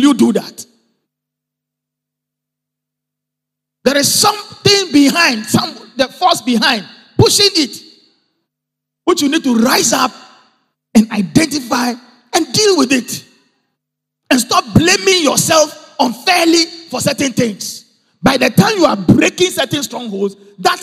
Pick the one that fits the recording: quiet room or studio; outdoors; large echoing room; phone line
large echoing room